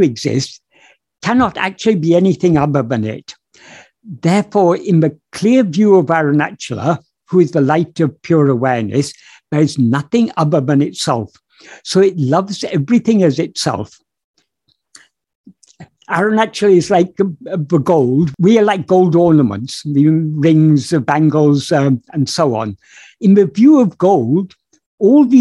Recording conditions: video call